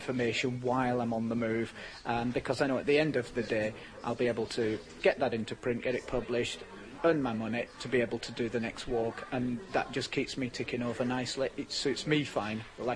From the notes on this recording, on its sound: At this year’s Outdoors Show